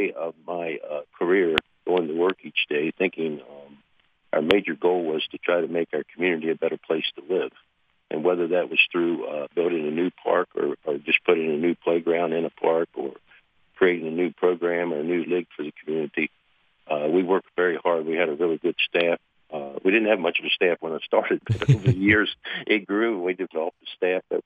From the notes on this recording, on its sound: Joined on the phone. Calls.